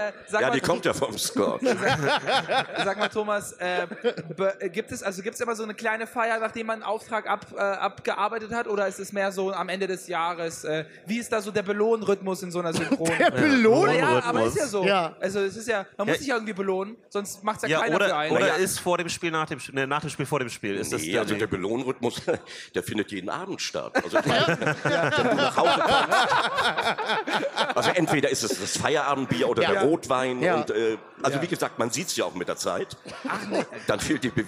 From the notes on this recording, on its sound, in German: Live auf der Solocon. Und um den Samstag noch besonderer zu machen sind wir am Start mit einer Live-Folge aus der Schweiz!